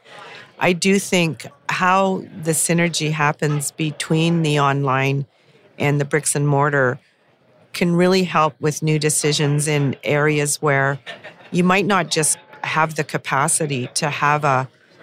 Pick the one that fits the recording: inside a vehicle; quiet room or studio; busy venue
busy venue